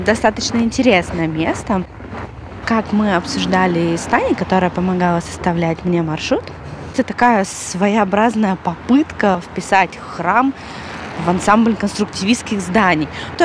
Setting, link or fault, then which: setting, outdoors